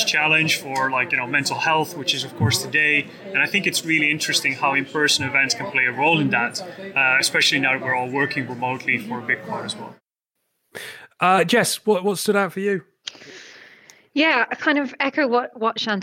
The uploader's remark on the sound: During two days of workshops, fireside chats and talks, we grabbed 14 leaders and founders to share their views on the sector, and tell us why they were there. The selection from the conference floor.